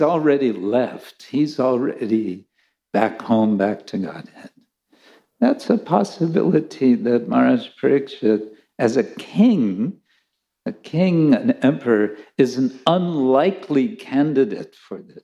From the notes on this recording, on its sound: Lecture from ISKCON Chowpatty.